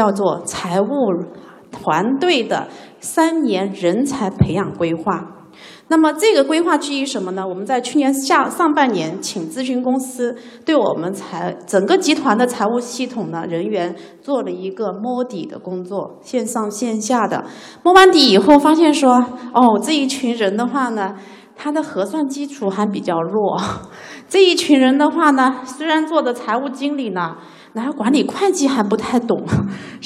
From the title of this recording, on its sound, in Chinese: CFO高峰论坛现场回放